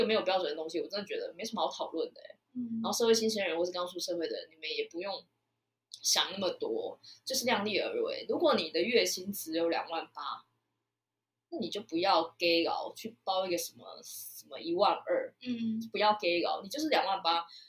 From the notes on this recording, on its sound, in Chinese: 音質差，慎入！當時的音質奇差無比、錄音一直有各種外部干擾啦超煩！